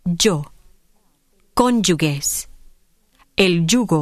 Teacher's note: A fairly widespread variant of the sound y is the affricate j